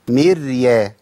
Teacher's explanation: الراء هنا مرققة ساكنة